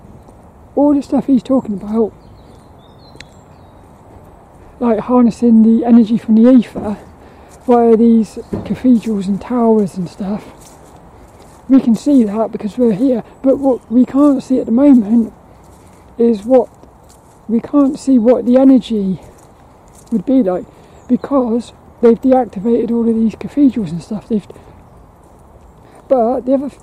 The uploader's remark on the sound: This 'About The Tings' episode is a Walk and Talk about Crop Circles.